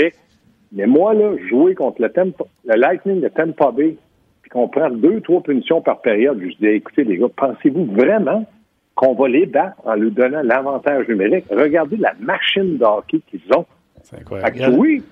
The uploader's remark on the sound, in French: au bout du fil